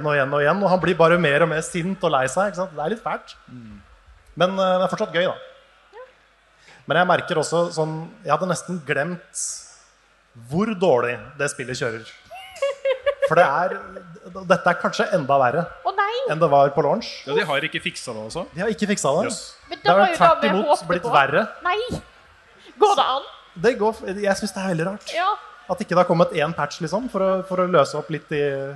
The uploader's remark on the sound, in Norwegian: Vi gikk LIVE under Oslo Byfestival på Youngstorget i Oslo